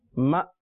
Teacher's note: میم کے بعد حمزہ ساکنہ ہے یہاں جھٹکا ہوگا اور اس کے بعد کاف واو پیش کو واو مدہ میں سے ہے.